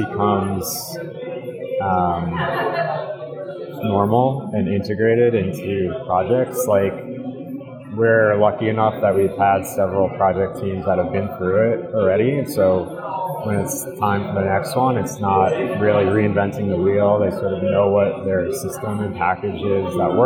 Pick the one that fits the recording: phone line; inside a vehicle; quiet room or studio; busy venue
busy venue